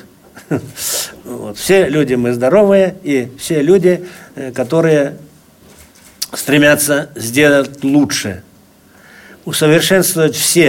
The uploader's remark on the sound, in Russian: Полную запись расширенной пресс-конференции. В пресс-центре издания Федерального Собрания Российской Федерации «Парламентская газета».